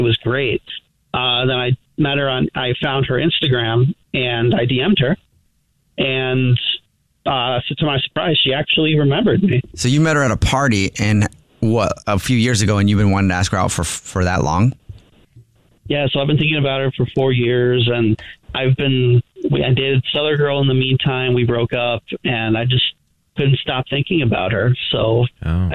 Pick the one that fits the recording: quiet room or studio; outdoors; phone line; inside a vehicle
phone line